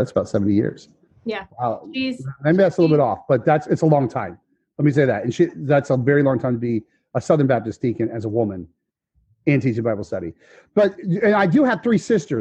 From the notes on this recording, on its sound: Today’s episode was filmed in front of a virtual audience, more specifically The World Dominating Alliance members.